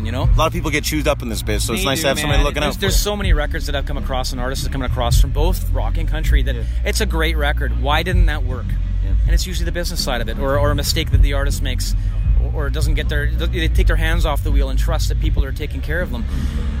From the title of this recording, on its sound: Live from Boots & Hearts